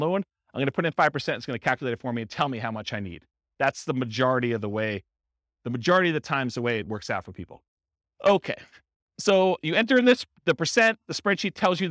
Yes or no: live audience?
yes